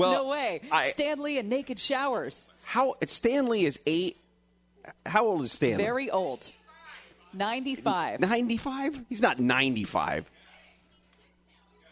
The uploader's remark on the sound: live at JT Schmid's Restaurant & Brewery in Tustin